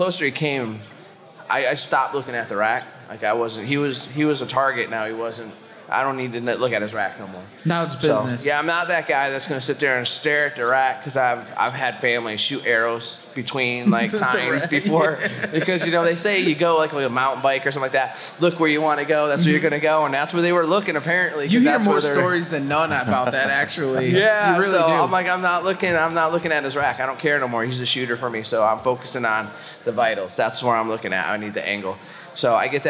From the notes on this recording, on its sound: Joins us on the Mainstage at Huntstock 2022. Huntstock 2022 Live.